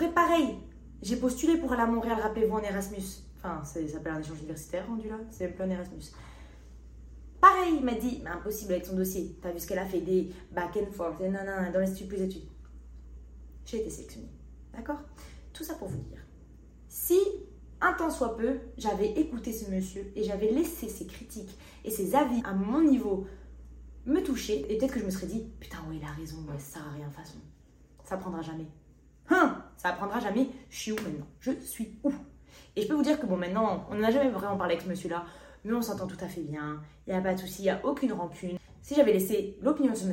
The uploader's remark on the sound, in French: MON MICRO N’ÉTAIT PAS BRANCHÉ, ainsi la qualité du son sur le format audio et visio est à désirer